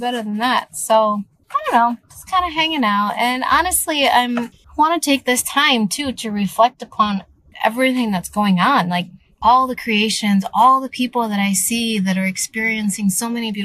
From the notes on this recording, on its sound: I am currently sitting in my car. It is really hot today and the reason why I'm sitting in my car at the parking lot of this school is because I kind of can't go home quite yet.